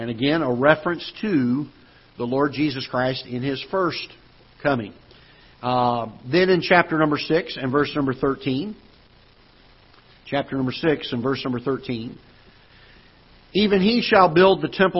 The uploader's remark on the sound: Ketha Heights Baptist Church ~ Live Broadcast.